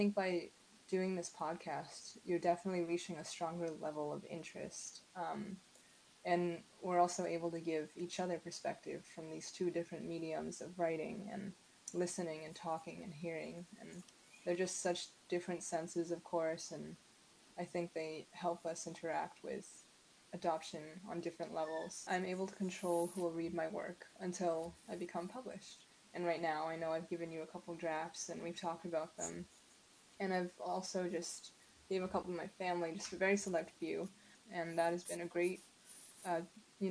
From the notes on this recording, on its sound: I realized as this was the first true episode, the sound is a little challenging.